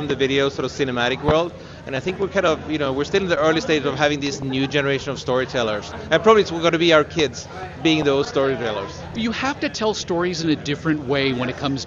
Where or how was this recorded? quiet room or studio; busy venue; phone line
busy venue